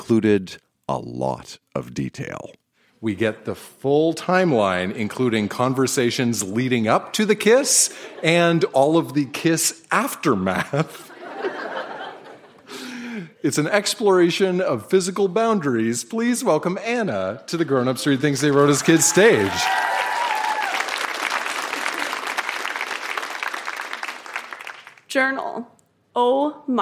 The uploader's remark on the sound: Recorded live at The Rec Room in Edmonton.